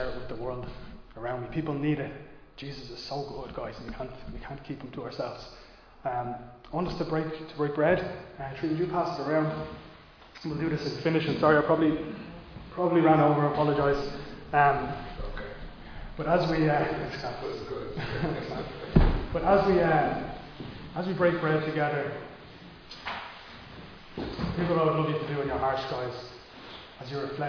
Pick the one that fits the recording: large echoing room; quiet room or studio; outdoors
large echoing room